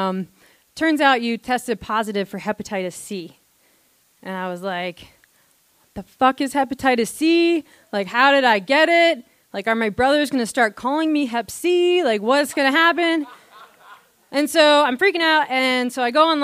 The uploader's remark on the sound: This story was recorded live on September 16, 2015 at Buntport Theater in Denver, Colorado.